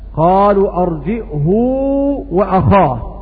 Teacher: بسكون الهمز وضم الهاء مع صلتها